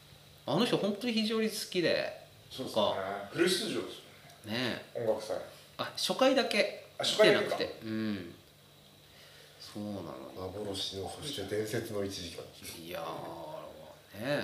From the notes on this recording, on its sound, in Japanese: 肘折夜市の湯治場ラジオ酒場をご利用いただいたみなさん、ご寄付いただいたリスナーのみなさんのおかげで、マイクを新調いたしました！新しい録音環境になり、まだセッティングが甘い録音となっております。